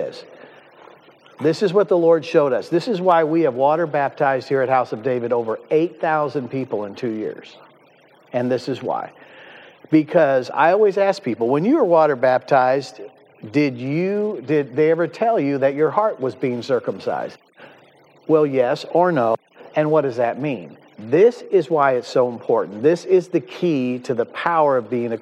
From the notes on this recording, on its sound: on location at the House of David in Fairland, OK for this memoriable show.